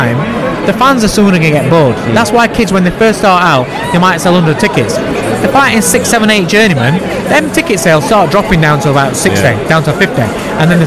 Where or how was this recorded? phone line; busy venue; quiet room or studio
busy venue